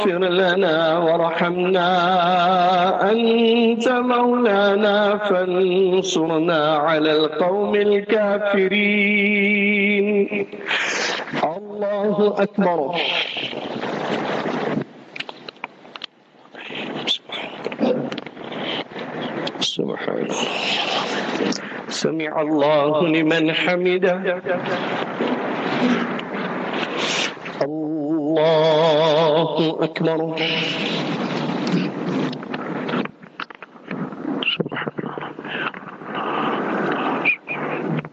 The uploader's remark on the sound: Jumah Lecture at Rainbow Masjid